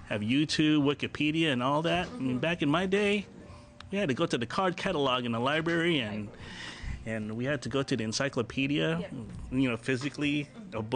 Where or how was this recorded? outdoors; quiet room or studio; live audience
outdoors